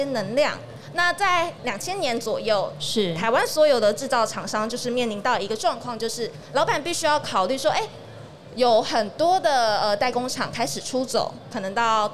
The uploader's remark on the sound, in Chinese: 2022 Medical Taiwan台灣國際醫療暨健康照護展 -Live Podcast